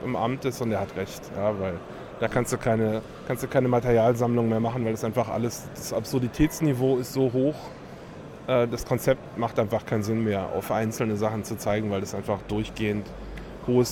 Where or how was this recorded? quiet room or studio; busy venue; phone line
busy venue